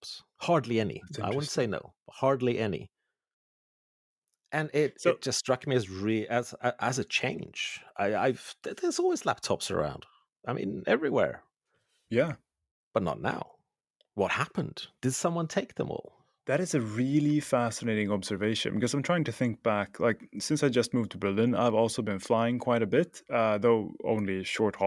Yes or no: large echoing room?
no